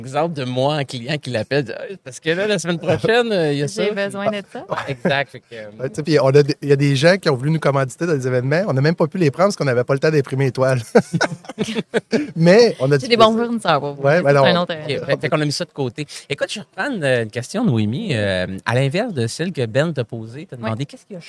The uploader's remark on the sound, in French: en direct de Stratégies PME